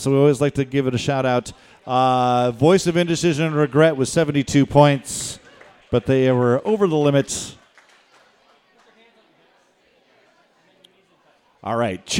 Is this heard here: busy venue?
yes